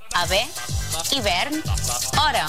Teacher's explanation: La H aspirada no se sol pronunciar en català i en la majoria de casos només té un valor etimològic.